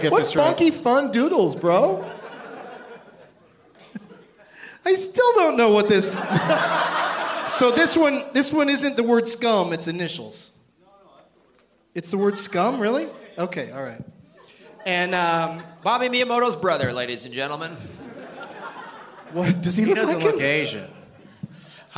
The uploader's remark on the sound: Live from the Improv in Tempe, AZ